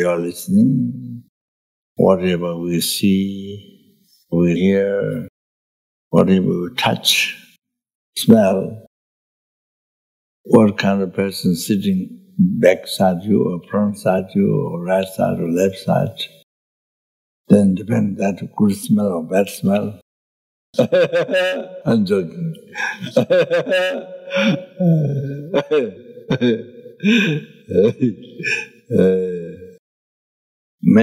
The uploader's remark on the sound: The teaching for this episode was recorded on May 10, 2018, at Great Stupa Of Universal Compassion, Australia.